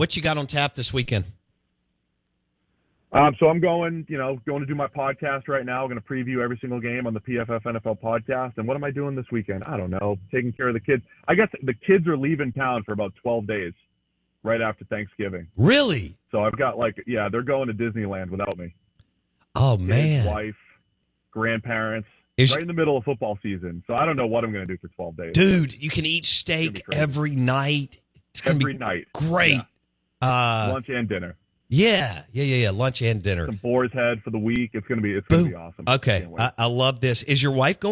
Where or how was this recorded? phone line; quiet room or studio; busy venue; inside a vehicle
phone line